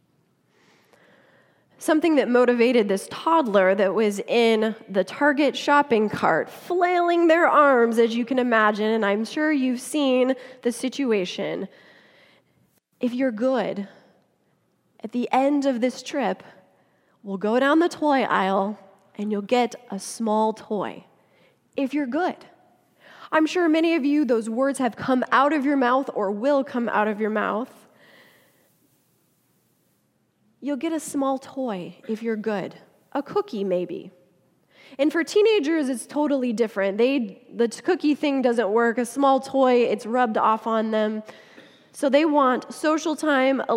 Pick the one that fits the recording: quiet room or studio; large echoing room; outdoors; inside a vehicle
large echoing room